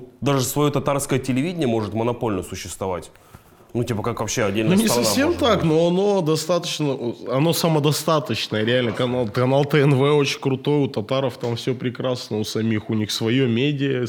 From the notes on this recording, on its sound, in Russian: Подкаст записан в барбершопе «Chop-Chop Сургут».